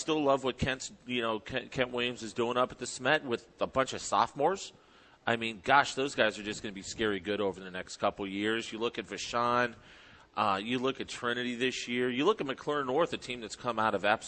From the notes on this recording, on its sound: Live at Maryville. Broadcasting live from Maryville University.